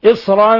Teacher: هذا تنوين الفتح إذا وقفنا عليه ينقلب ألفا · Term: مد عوض